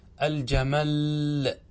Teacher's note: فتقول في الوقف عليه الجمل بتشديد اللام · Term: التضعيف